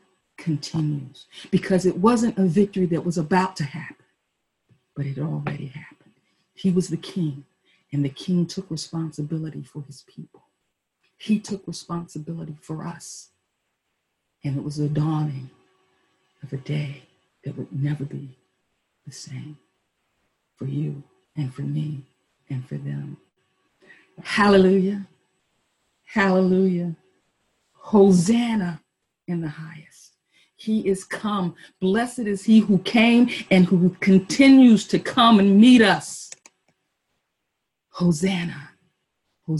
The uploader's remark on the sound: Our Zoom streamed Palm Sunday Service!